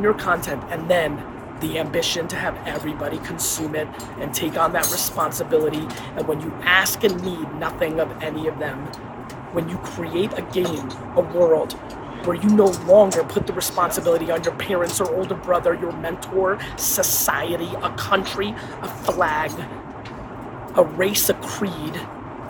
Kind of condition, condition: fault, phone or laptop microphone